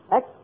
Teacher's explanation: كل هذه الحروف الثمانية عند النطق بها مخارجها تنقفل انقفالا تاما يحبس كامل الصوت · Term: حروف الشدة